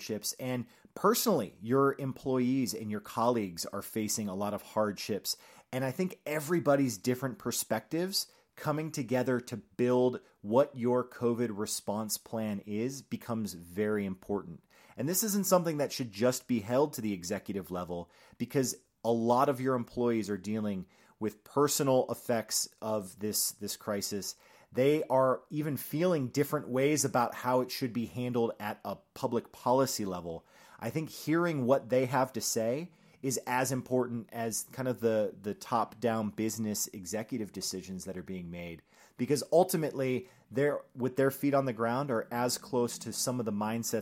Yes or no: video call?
no